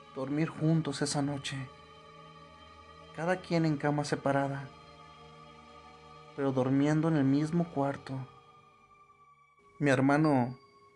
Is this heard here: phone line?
no